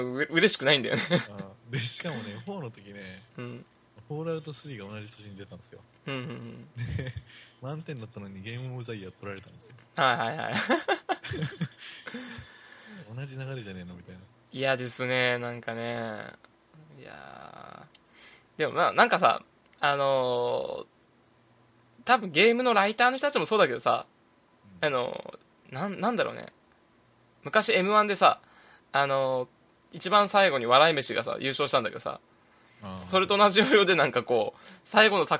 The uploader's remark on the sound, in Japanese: 録音失敗しているので音量を上げてお楽しみ下さい。